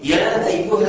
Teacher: لكن مديت الألف مد طبيعي اللي هو الحركتين